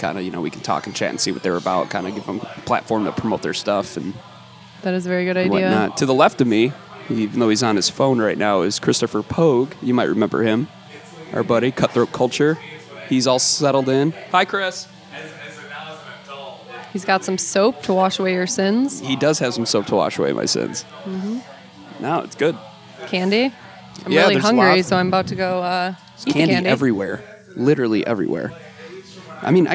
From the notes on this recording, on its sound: Live at the Hell-o-ween Event at The Montage Music Hall. Catch interviews with our friends, familiar voices, some randos and a Tarot Reader.